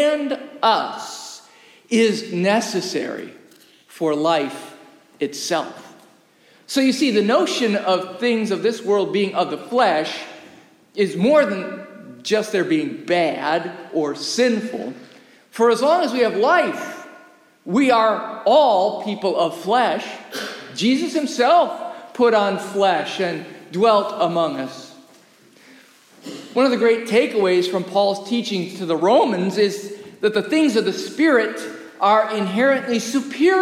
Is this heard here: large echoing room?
yes